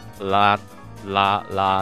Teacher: 舌先が歯茎に当たってるんですよね、とりあえず。で、その側面、えー、ベロの側面から肺からの空気が抜けていくような音になっています。ラ、ラ、ラっていうような音ですね。で、R の方は、まあ、英語の場合ですけど、英語の R っていうのは、舌先がどこにもつかないような発音になっています。まあ、こういう使い分けっていう · Term: 側面接近音